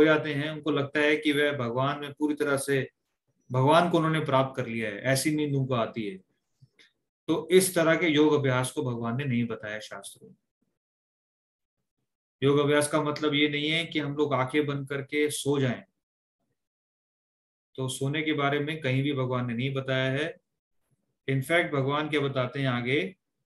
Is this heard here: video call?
yes